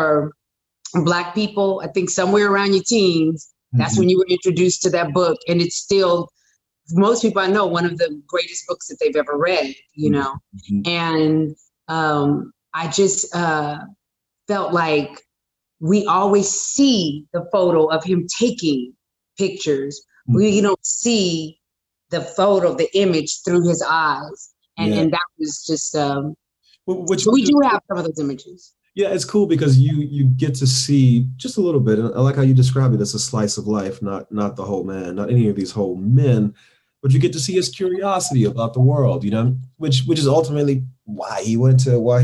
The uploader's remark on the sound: in a spoiler-filled virtual Q&A